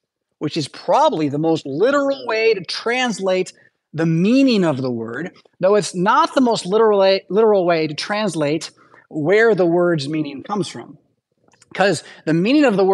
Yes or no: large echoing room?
yes